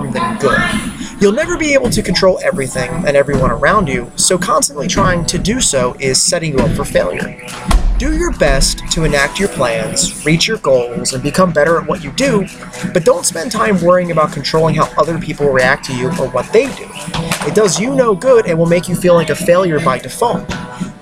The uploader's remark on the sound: As an experiment in concentration, this episode was recorded in one take with background noise. CrossFit Catonsville.